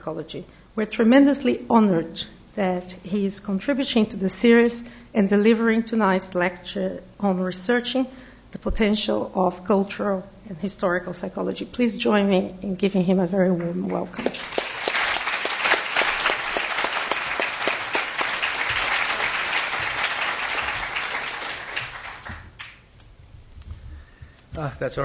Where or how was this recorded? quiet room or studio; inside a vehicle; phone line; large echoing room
large echoing room